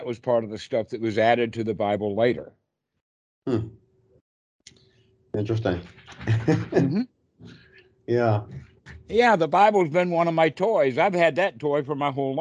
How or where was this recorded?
video call